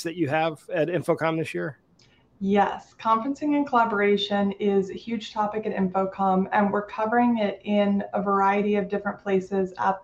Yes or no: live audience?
no